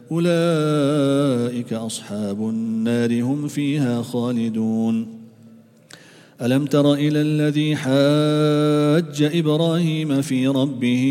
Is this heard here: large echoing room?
yes